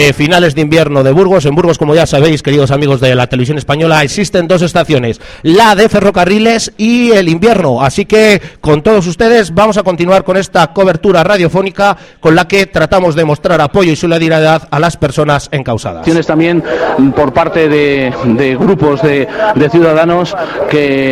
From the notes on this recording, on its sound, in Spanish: Retransmisión en directo desde la plaza de los juzgados en solidaridad con los vecinos de Gamonal.